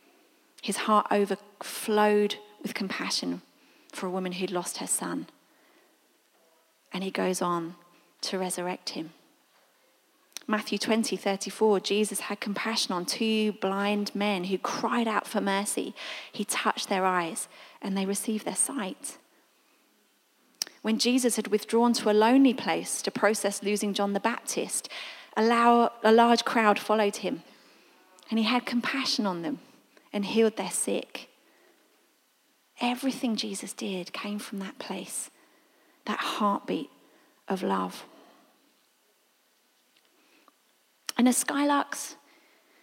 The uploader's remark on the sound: This was recorded at Skylark Church on 18th August 2019.